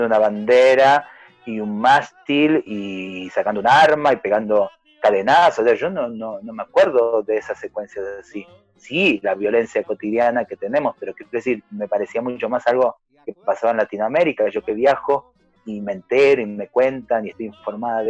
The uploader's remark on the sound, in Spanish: recibimos la visita vía Zoom